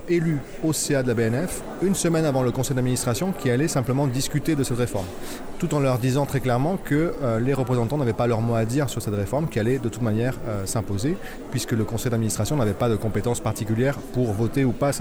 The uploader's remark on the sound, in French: Reportage lors de la conférence de Presse du 15 juin. Le personnels de la Bibliothèque Nationale de France est en grève.